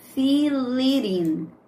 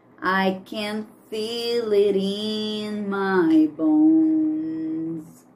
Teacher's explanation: o T vai ficar com som de R